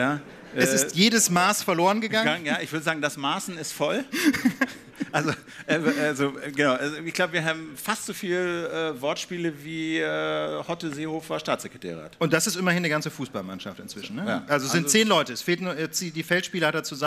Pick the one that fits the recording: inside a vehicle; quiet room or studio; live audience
live audience